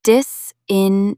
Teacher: Add dis and it becomes fake innocence. Stress the third syllable.